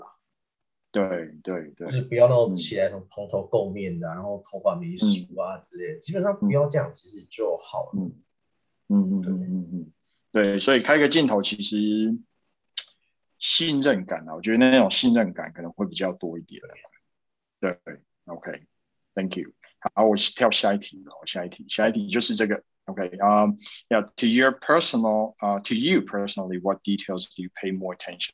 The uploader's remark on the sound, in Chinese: 這集內容是用線上會議平台錄製，完全沒有剪接。